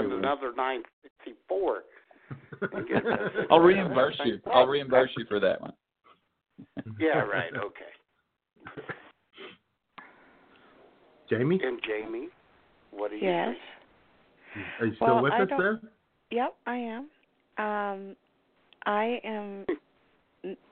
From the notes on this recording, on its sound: your phone calls